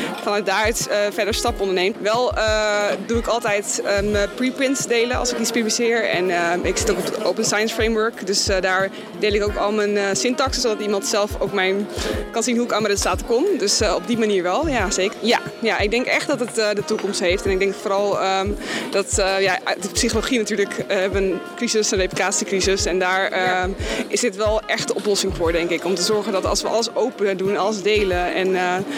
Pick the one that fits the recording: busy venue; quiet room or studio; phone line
busy venue